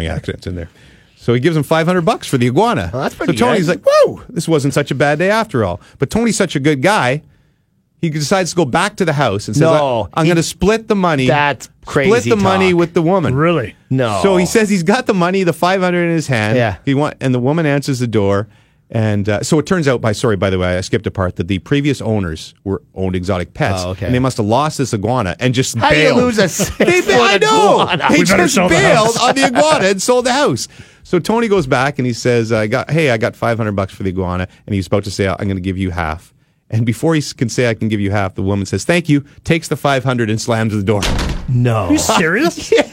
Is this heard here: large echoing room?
no